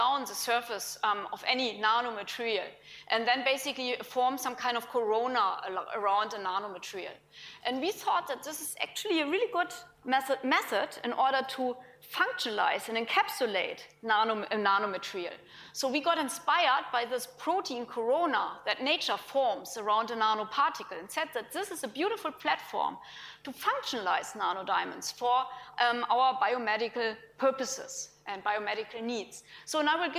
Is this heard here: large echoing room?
yes